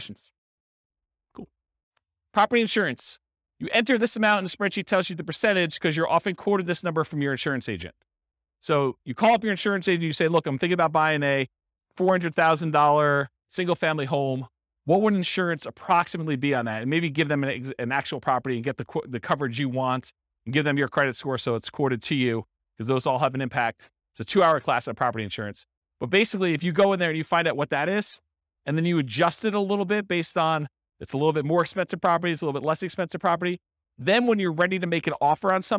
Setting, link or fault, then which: setting, live audience